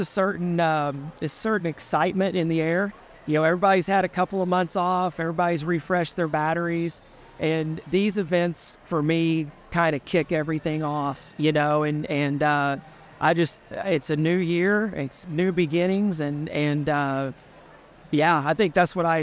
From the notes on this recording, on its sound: Recently held a live recording at the Thank-a-Teacher Celebration event, Sponsored by Sam's Furniture. The event, which was attended by over 1,500 teachers, was a celebration of educators and their impact on the community.